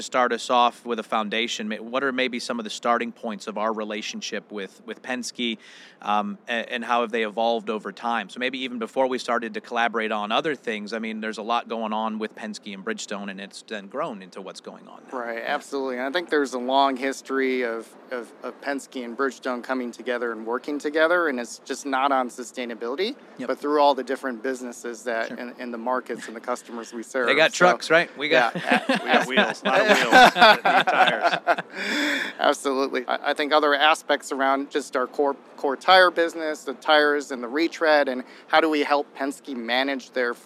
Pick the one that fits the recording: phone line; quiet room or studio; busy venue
busy venue